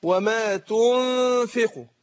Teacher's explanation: اقول هنا ايه، وما تنفقوا، يبقى انا بخفي النون، قلنا ان ذات الحرف اللي هي النون بتذهب وتبقى الصفه اللي هي الايه الغنه · Term: إخفاء النون